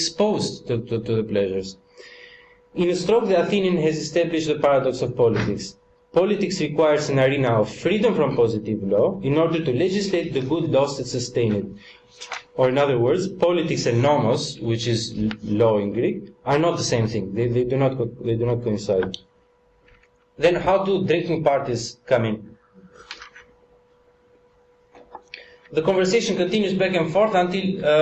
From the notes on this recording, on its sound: Part of the Politics in Strange Places conference held n Oxford University, September 2010.